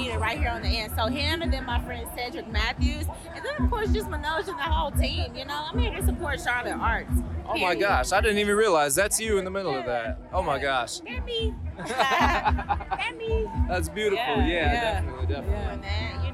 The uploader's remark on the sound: We did spend some time at BOOM Festival and Open Streets 704 in Plaza Midwood. We were able to talk to some of the faces in the crowd.